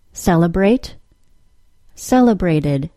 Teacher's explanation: If we put the word in the past tense, the ED ending will be pronounced as a short I plus D sound, just like all the other regular verbs that end in a T sound. When the ED ending is added, we get celebrated, with the T sound now between the long A and the short I. Therefore, the T sound changes to a quick D sound.